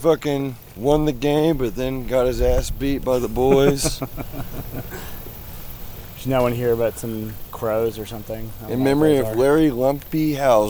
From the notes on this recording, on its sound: Live from Oblivion Access. A live transmission from the Oblivion Access festival in Austin, Texas.